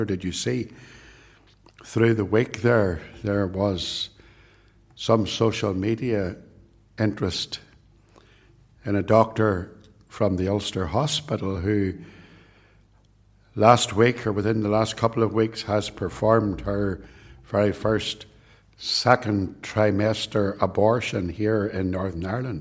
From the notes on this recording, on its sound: It was recorded at Templepatrick